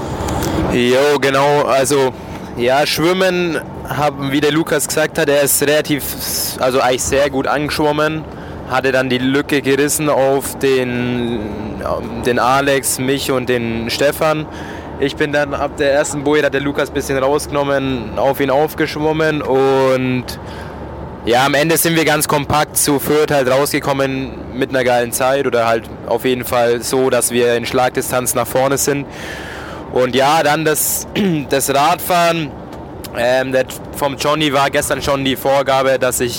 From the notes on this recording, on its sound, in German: Vergangenes Wochenende haben wir unser Mikrofon wieder heimlich mit in die Sporttaschen der Jungs gepackt und herausgekommen ist wieder eine feine Live-On-Tape Folge - ungeschönt - ungestellt. Das Wochenende in Viernheim zum Saisonabschluss der zweiten Bundesliga Süd.